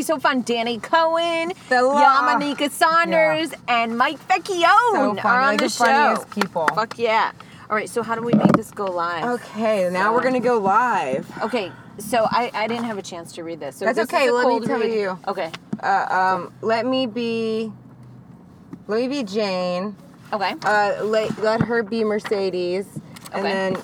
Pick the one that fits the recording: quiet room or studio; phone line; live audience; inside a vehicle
inside a vehicle